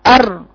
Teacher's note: ذكرت لكم ان مخرج الراء من طرف اللسان، وذكرت ان من جهة ظهري اعلى من الطرف من قدام، وما يحذي من لثة الثنيتين العلويتين من قدام عند الثنايا اللحمية بتاعت اللثة بتاعت الثنايا العليا.